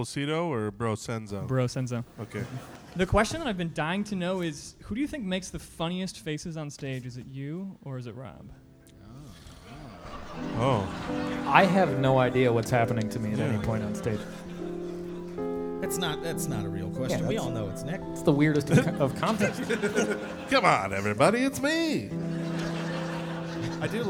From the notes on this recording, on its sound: This episode was recorded at the Atlanta, GA stop of the Fossio et Satio tour!